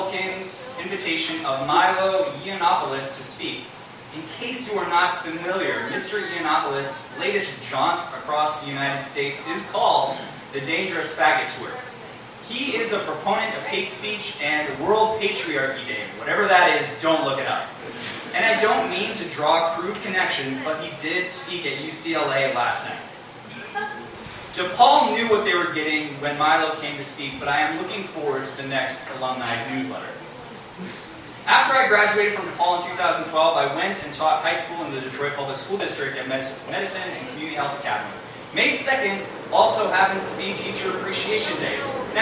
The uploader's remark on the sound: Despite massive microphone failure